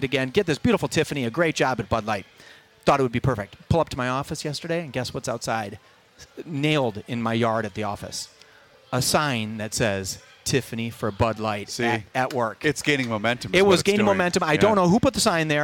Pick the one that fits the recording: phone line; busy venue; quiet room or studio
busy venue